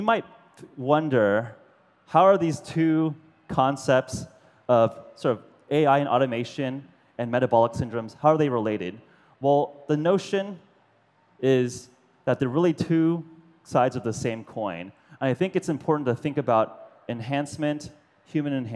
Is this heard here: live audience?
yes